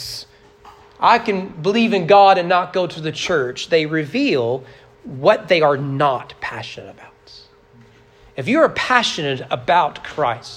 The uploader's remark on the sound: Sermon preached at Trinity Baptist Church on November 20, 2022 during morning worship.